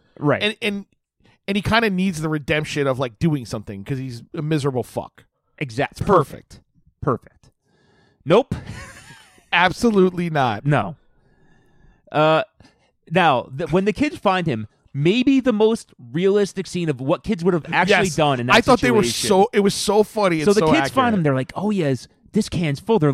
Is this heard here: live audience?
no